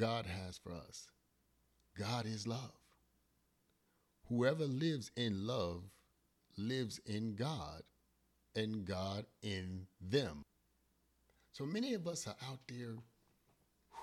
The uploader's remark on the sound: Forgive the volume, I had technical difficulties.